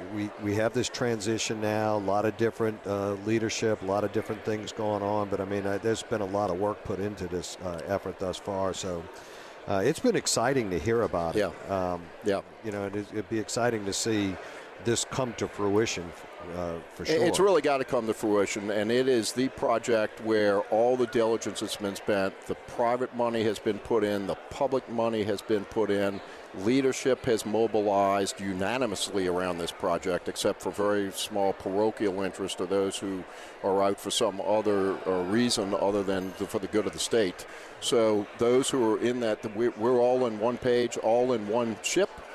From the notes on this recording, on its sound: Broadcasting LIVE from GNO’s Inc.’s Annual Luncheon at the Hyatt Regency New Orleans.